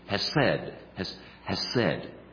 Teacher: there's a guttural pronunciation on the H